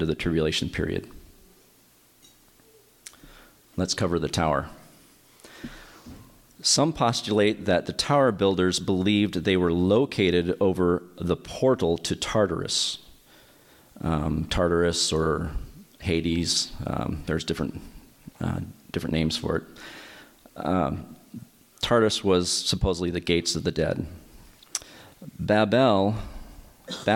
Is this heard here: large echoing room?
yes